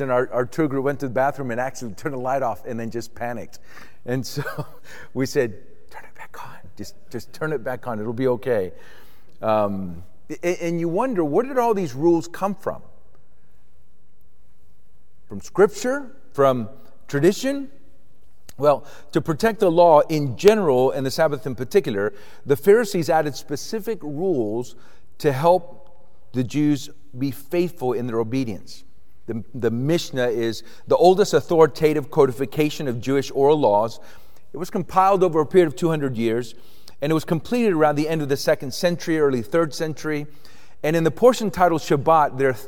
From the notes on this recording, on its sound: This exposition was recorded at the Austin, TX 2023 Workshop.